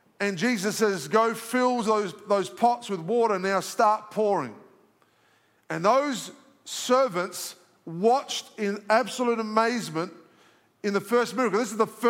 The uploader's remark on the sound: live from our 10am service at our Alpharetta campus on Sunday, February 11th